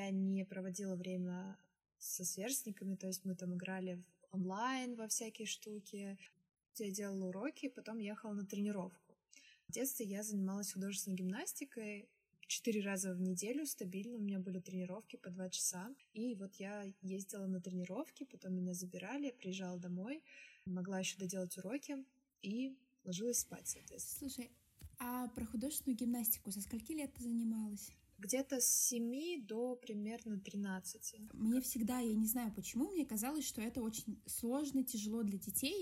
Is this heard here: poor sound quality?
yes